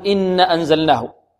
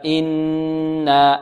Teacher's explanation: نغن ونمد الألف بمقدار حركتين · Shown in: second take · هكذا، إنا أنزلناه.